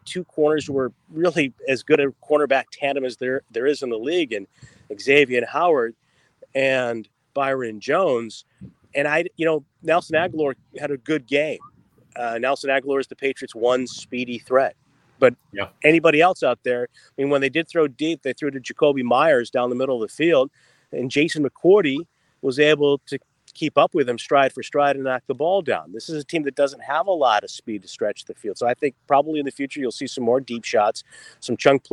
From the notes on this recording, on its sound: joins us live from a charity golf tournament